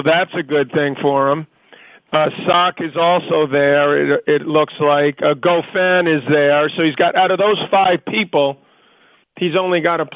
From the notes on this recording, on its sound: Wimbledon Conference Call.